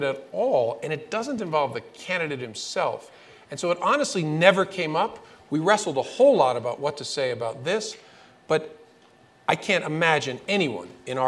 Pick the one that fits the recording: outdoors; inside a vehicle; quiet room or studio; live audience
live audience